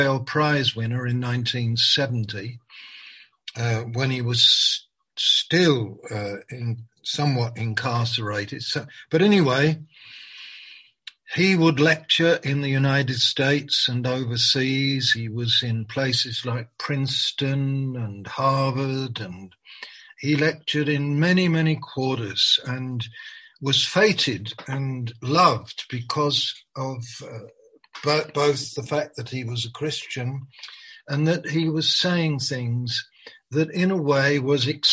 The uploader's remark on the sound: Malaysia Meets (Zoom).